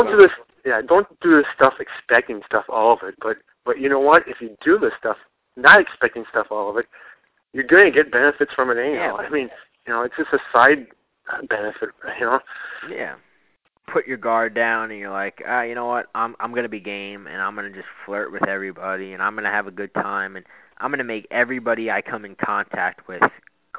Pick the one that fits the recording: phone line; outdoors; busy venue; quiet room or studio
phone line